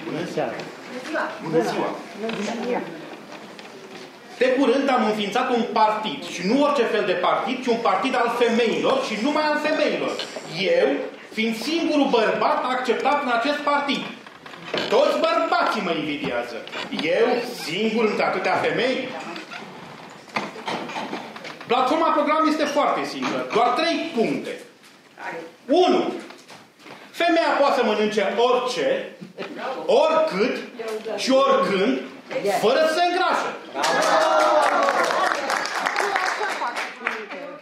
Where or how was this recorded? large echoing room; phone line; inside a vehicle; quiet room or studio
large echoing room